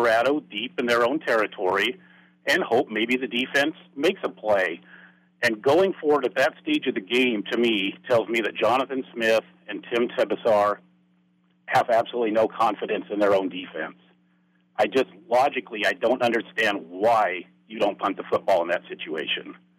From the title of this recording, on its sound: Colorado Postgame Call-In Show